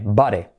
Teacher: la D como R suave, letra semiclave y la I como E